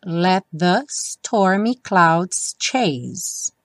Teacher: os T do let não tem som, então vai direto pro the